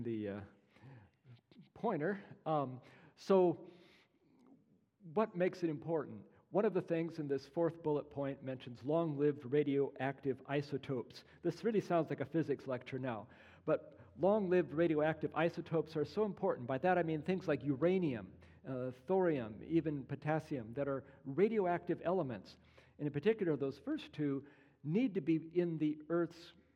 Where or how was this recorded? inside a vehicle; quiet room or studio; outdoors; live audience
live audience